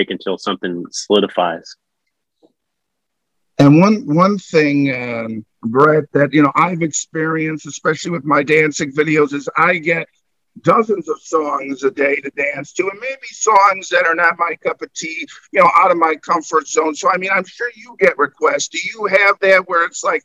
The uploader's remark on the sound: Original Zoom Audio